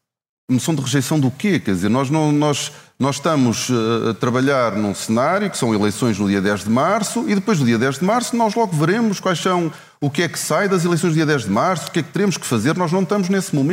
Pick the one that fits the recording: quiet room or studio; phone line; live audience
live audience